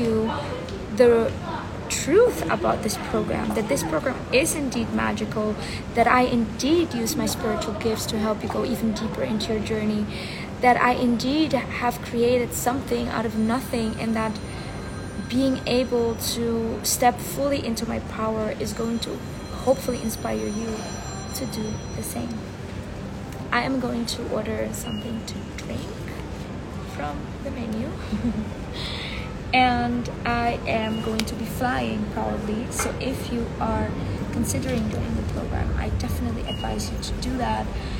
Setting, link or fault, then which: fault, phone or laptop microphone